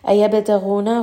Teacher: Ayyabataghuna, ghain is going to be heavy. Ba is going to have qalqala, so do give it a little bit of bounce.